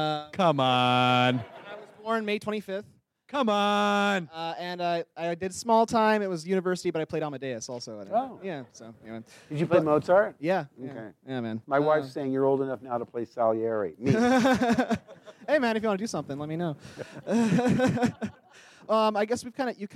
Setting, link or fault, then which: setting, live audience